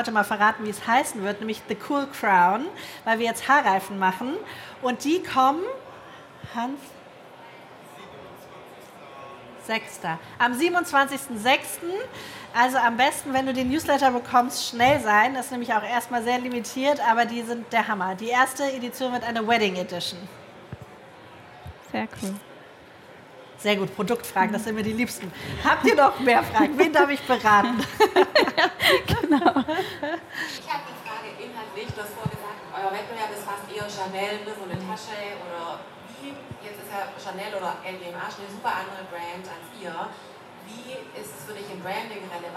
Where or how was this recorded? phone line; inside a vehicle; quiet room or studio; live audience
live audience